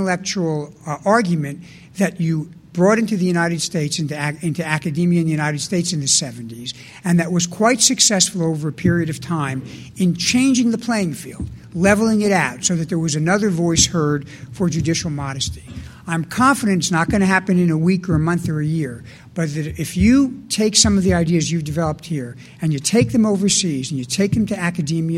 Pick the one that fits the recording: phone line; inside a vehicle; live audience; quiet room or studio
live audience